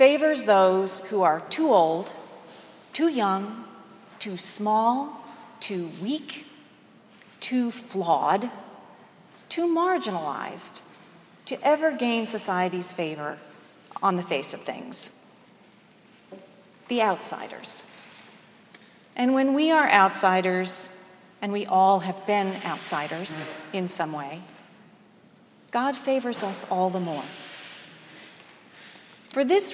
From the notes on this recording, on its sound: Delivered today's sermon at Jan Hus Presbyterian Church and Neighborhood House.